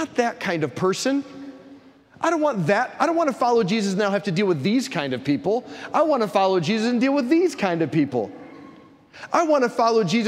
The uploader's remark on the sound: preached this homily on August 20, 2023 at St Basil the Great Catholic Church in Brecksville, OH.